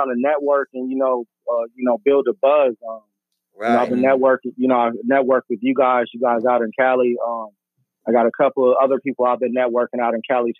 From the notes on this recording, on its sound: TAPS IN ON THE PHONE. FROM ARIZONA.